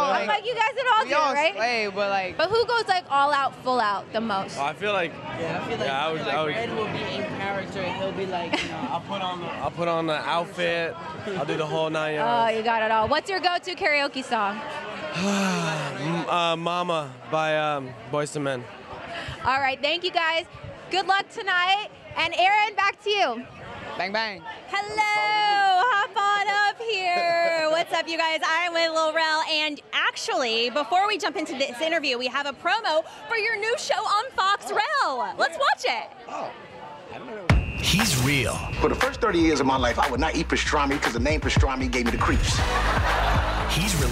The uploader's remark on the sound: Live on the Pink Carpet. From the Teen Choice Awards pink carpet.